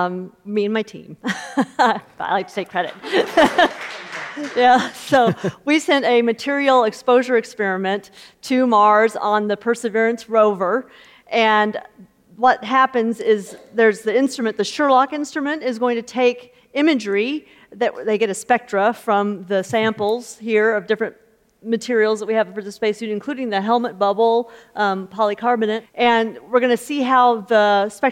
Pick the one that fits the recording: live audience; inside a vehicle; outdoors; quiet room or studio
live audience